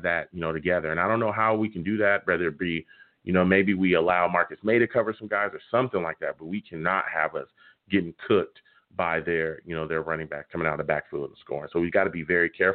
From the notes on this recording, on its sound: We’ll also take live callers!